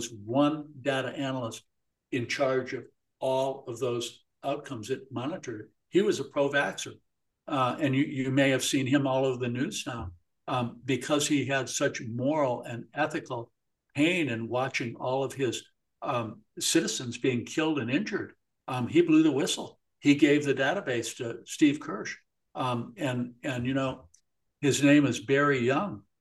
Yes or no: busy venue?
no